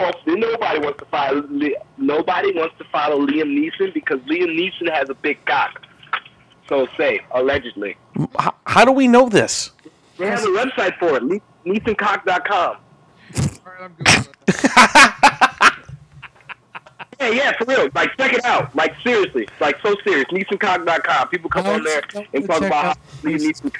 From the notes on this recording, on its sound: joins the guys through his string and tin can telephone